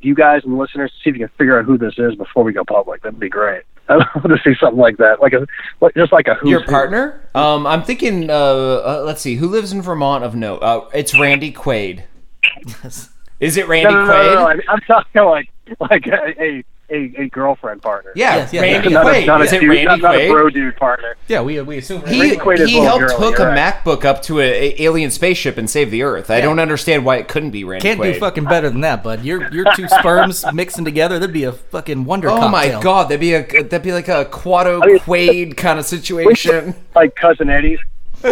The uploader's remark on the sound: phoning